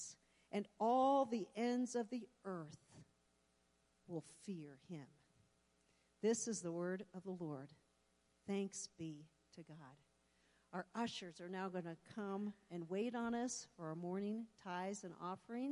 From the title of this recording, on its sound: Woodland Life Church Live